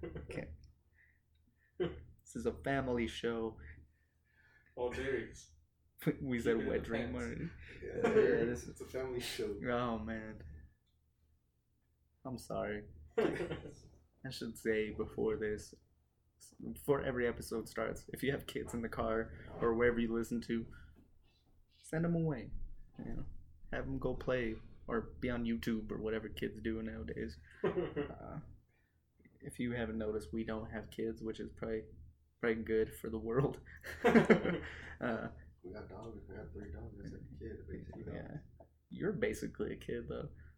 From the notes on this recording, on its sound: Due to a technical difficulty the audio is poor.